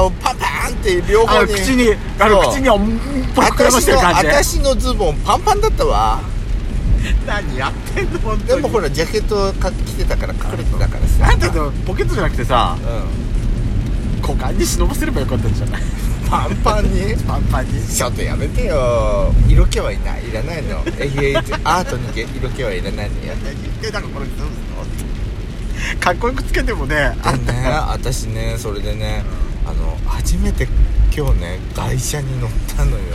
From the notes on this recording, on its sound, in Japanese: 毎年ゴールデンウィークに山形で開催されているドラクエの音楽を生オーケストラで聴けるコンサート。雨ノイズ入ってます。